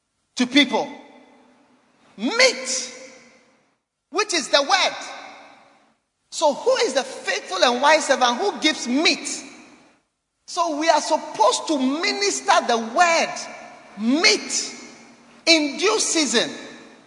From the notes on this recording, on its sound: Preached at Holy Hill Chapel, Accra.